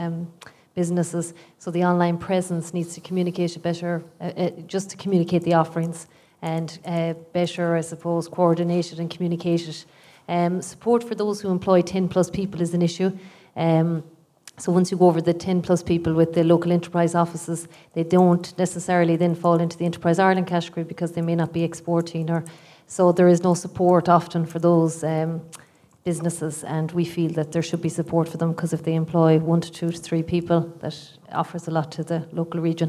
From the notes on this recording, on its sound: A recording of a rural stakeholder event on economic development in rural Ireland, hosted by NUIG. Organised by the RIA Social Sciences Committee in collaboration with the Department of Rural and Community Development.